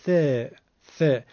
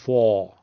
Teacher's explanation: حرف ثا از نوک زبان هست، حجمش هم کمه، رقیقه · Shown in: first take · ببینین ث، ث، نمیگیم ف، بلکه میگیم ث، مثل یک بچه‌ای که داره نوک زبانی صحبت میکنه.